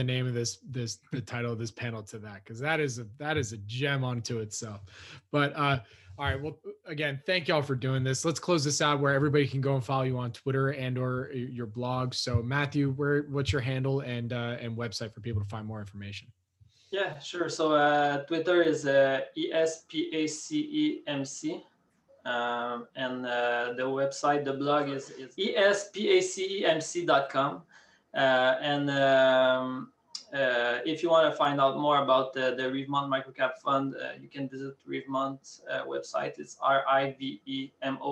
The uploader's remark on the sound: panel from this week’s SNN Network Canada Virtual Event